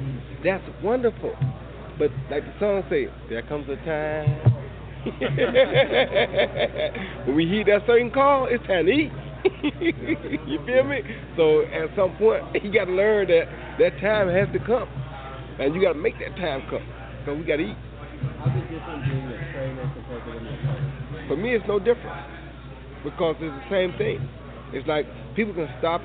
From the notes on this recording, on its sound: Live from Vegas Day 1